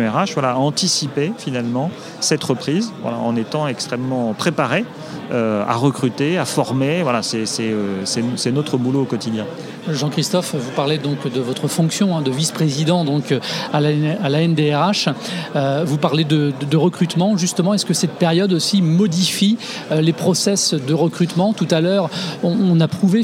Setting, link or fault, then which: setting, busy venue